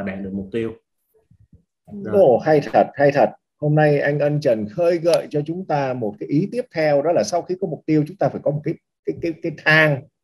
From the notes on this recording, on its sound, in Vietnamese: Chia sẻ trực tuyến qua Zoom.